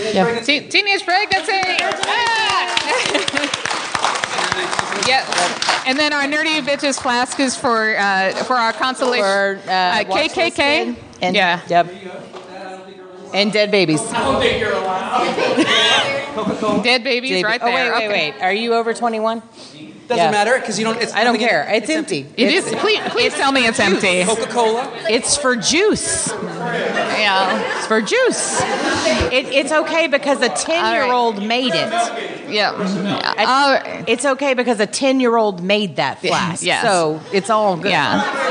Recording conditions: busy venue